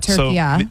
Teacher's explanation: a short A at the end, not the long A